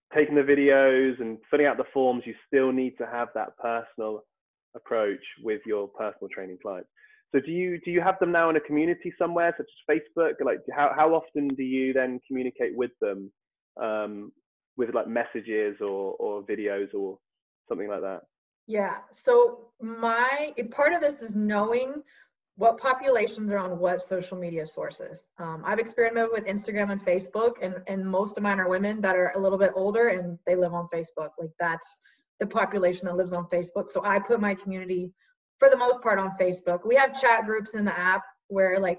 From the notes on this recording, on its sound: via Zoom so please excuse the audio quality